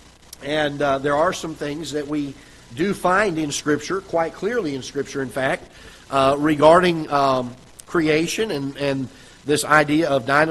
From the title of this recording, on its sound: Ketha Heights Baptist Church ~ Live Broadcast